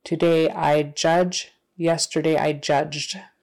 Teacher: if the verb ends in a voiced sound like J, that ED sound is going to be voiced also, so the T becomes a D.